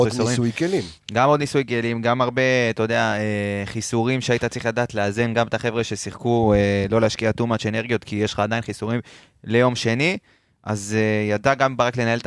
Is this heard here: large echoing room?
no